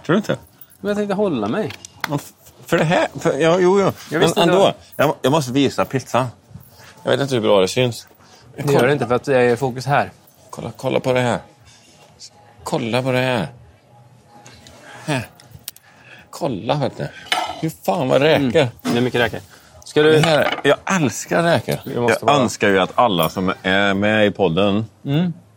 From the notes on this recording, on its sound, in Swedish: Specialavsnitt på Olssons Bazar. Med pizza & några bärs. Vi ber om ursäkt för ljudet men det är svårt att kontrollera allt som händer runt omkring oss i en restaurangmiljö.